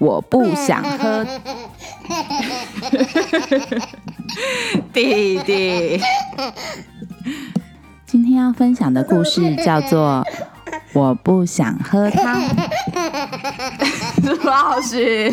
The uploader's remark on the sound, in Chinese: 媽媽首次挑戰在嬰兒清醒時錄音，果然是一陣手忙腳亂。總之弟弟把麥克風當玩具，還打到我牙齒。